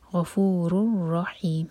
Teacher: یہاں پر ہے ادغام بغیر غنہ کا، یہاں پر نون کی آواز نہیں آنی چاہیے بالکل بھی